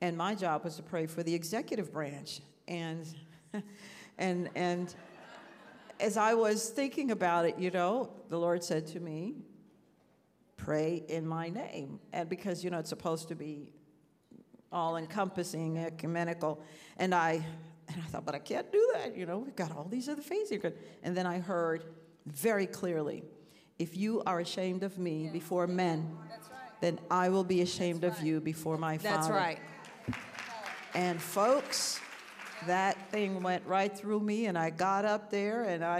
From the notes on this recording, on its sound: This special episode of Women for America was recorded at Concerned Women for America's recent Leadership Summit 2023.